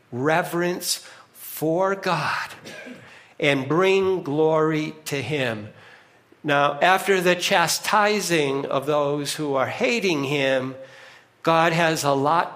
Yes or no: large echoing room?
yes